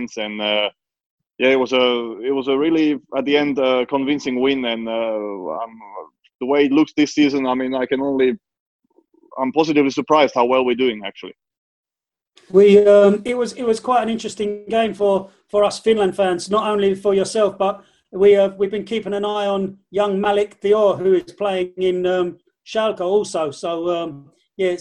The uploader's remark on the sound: the entire FFS team to turn up for a five-way Zoom